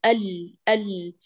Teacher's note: هي بينية فيها جريان جزئي فقط